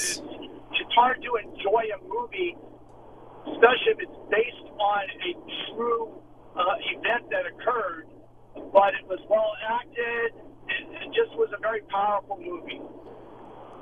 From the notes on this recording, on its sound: takes calls from listeners